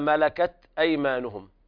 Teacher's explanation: لابد من همس التاء وإظهارها